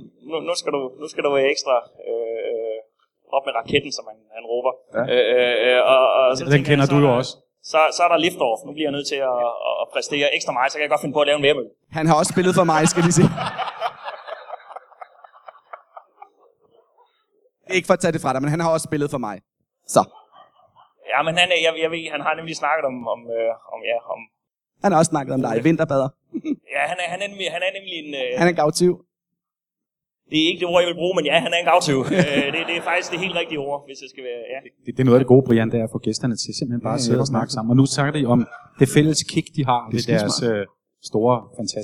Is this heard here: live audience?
yes